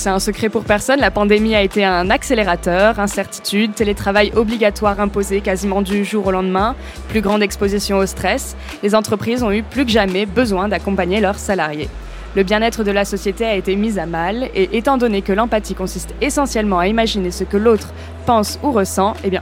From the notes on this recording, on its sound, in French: Dans ce nouvel épisode enregistré durant Vivatech 2022, sont réunis autour de la table du Trends Shaker Live.